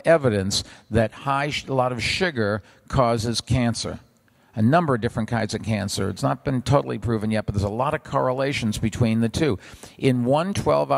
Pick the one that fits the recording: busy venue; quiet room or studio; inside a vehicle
busy venue